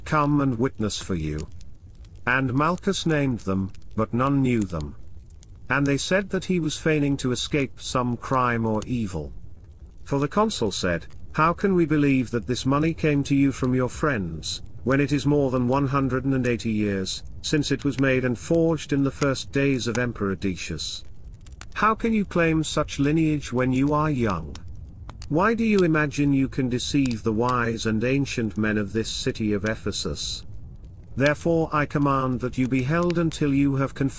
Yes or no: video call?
no